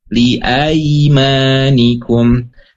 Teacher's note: Ciri yang kedua adalah fathah bertemu ya sukun. Dibacanya ai ya.